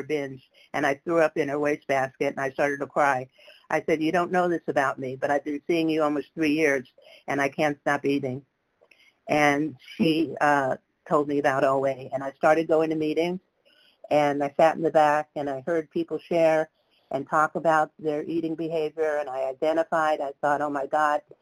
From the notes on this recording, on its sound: 100 Pounders Phone Meeting